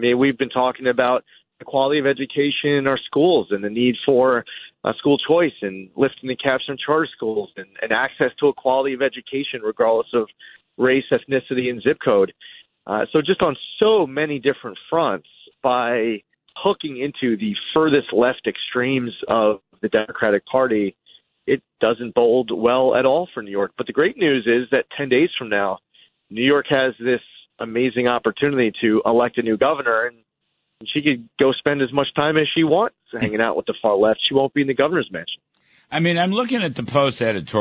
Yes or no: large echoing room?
no